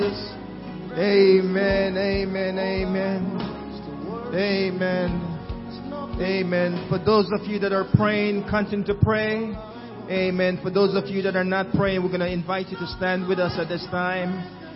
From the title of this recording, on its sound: SUNDAY WORSHIP